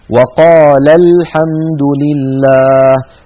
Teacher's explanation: نلاحظ أمامنا على الشاشة لا تجمع العرب بين حرفين ساكنين في كلمتين، فإن وجد ذلك في كلامهم تخلصوا منه بإحدى الطريقتين الآتيتين: الأولى بإسقاط الأول يعني من الحرفين الساكنين لفظا